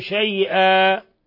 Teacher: فأبدلنا التنوين ألفا، لا نزيد على حركتين، إن زدنا على ذلك فإنه يكون لحنا. · Term: مد عوض